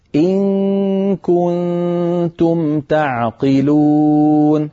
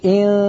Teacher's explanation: عندما تخفين النون عند الكاف اذهبي مباشرة إلى مخرج الكاف · Shown in: first take